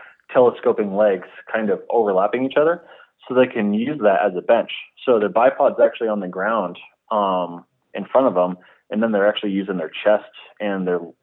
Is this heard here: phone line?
yes